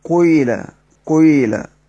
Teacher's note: الصورة الرابعة التي هي معنا الآن إشمام حركة بحركة، أي خلط حركة بحركة أخرى، وهنا إشمام الكسرة الضمة، إشمام حركة الكسر بحركة الضم، فتقرأ كيف تقرأ قيلة قيلة، أضم الشفتين وأرجع بالكسرة قيلة قيل هكذا.